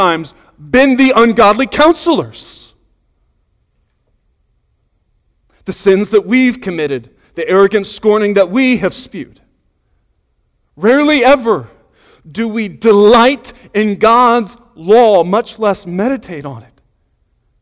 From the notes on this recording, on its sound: Sunday Morning Sermon Audio